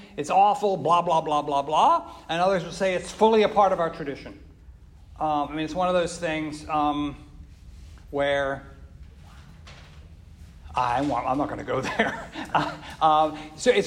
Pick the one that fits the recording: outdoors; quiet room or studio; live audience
live audience